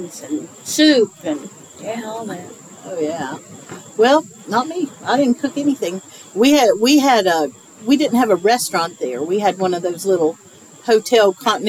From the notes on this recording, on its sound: Recorded this episode on the porch on the day of the fall equinox, & you can hear the satisfaction in their voices now that the summer heat is mostly gone.